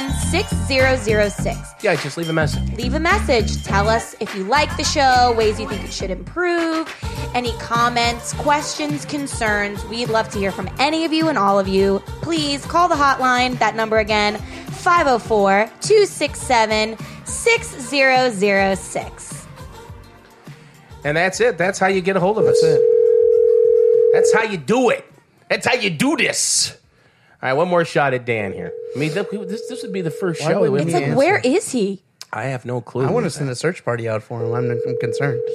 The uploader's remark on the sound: In studio with us. Over the phone.